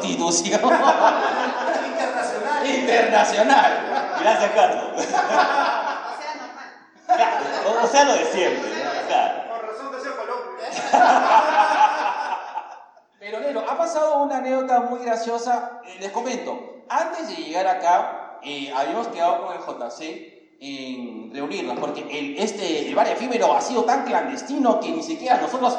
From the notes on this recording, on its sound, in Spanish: (en vivo). En esta ocasión, le traemos un episodio grabado de forma Clandestin. Y lo hicimos 'old school', con pita y grabadora. Así que la calidad del audio no es tan chévere.